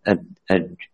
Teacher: لاحظ الجيم والدال حبس النفس والصوت معه · Term: الحروف الشديدة